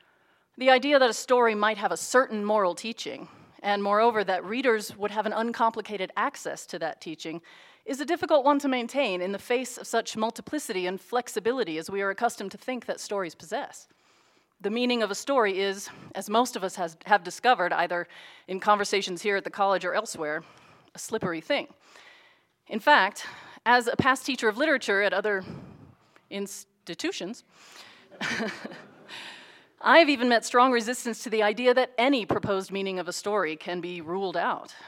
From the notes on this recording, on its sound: Audio recording of a lecture. As part of the Dean's Lecture and Concert Series.